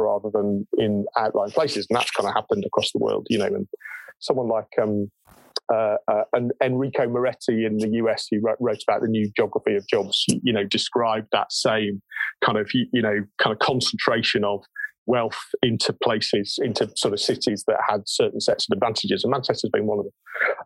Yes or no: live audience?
no